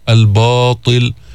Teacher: الباء ما فيها تفخيم، ما تخليها تتأثر بالطاء المستعلية المفخمة المطبقة التي جاءت بعدها، تقول الباء الباطل، قل الباطل.